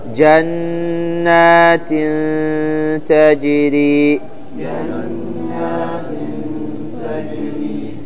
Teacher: اللسان تكون معلقة ما هي ملصقة في مخرج النون ولا هي نازلة تكون معلقة في الوسط تمام. عندما تنطق بالإخفاء تكون اللسان معلقة قريبة من مخرجها لا تلتصق باللثة من الثنايا هذه اللي فوق.